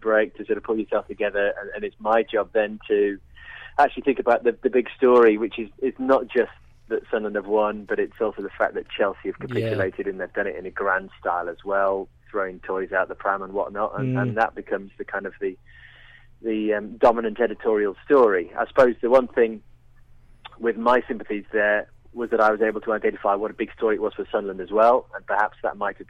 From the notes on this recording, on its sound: We were joined on the phone